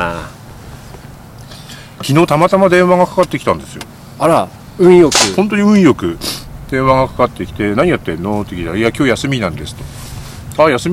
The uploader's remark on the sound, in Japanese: 現地でCAMP飯編］大池公園キャンプ収録スタートです！大池公園でキャンプしながら現地収録しました。福島。